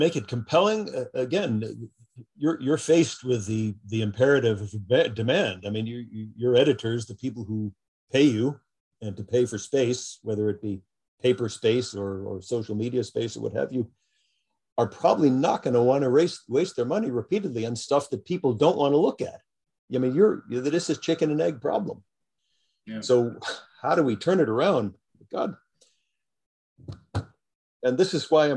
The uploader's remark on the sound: jumped on a Zoom